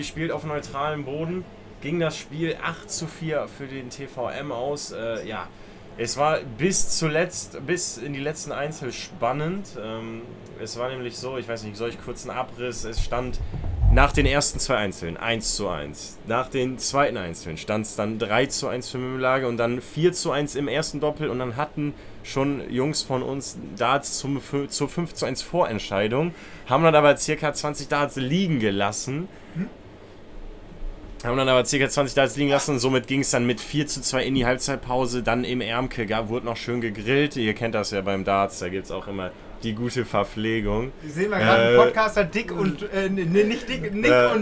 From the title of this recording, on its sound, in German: Live aus dem Aquarium im Artlandstadion